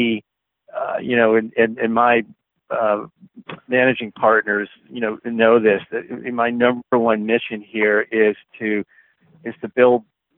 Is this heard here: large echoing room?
no